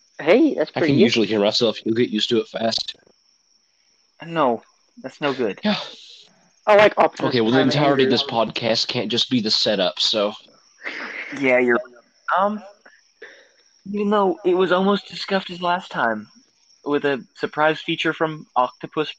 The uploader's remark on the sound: Technical difficulties.